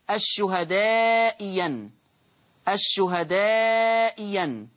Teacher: أبدلت الثانية ياء مفتوحة